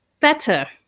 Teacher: So in British English, we might pronounce the T more clearly